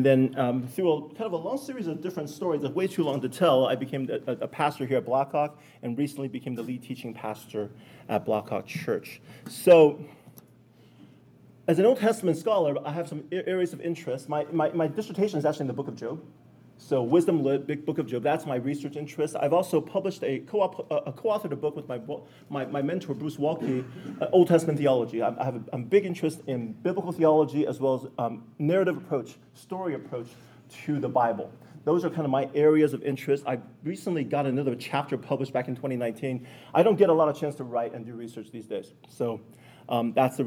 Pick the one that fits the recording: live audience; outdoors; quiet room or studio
live audience